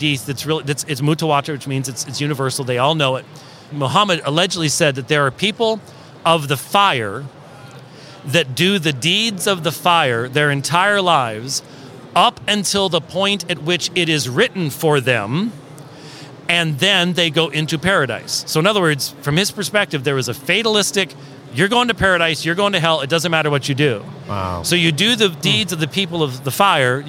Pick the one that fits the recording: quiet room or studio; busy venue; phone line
busy venue